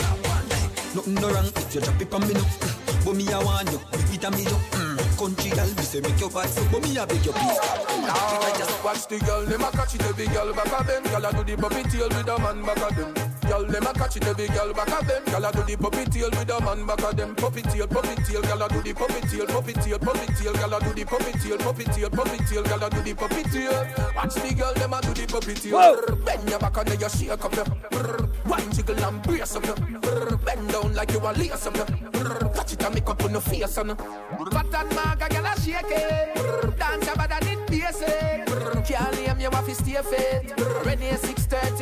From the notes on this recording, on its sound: LIVE AT ISLAND SATURDAYS. LIVE PARTY AUDIO!